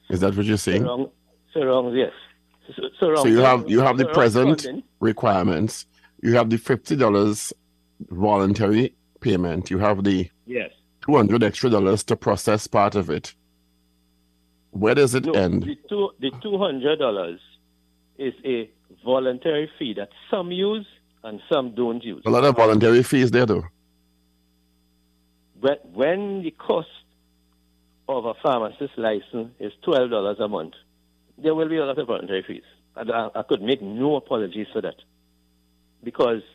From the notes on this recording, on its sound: During this hour we take calls from our audience